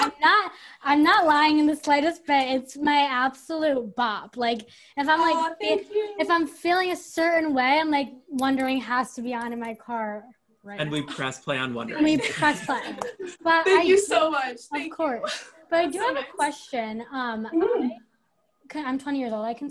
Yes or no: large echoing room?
no